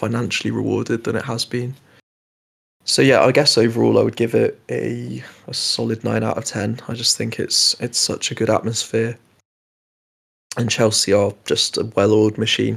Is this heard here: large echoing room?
no